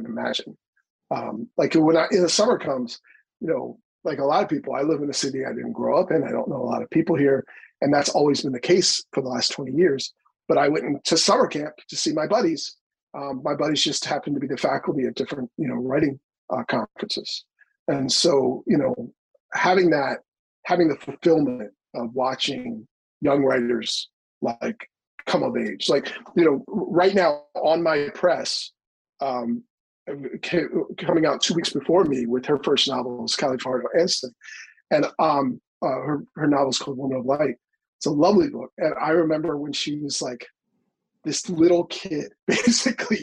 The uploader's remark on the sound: launches into the Damn Library Zoom Zone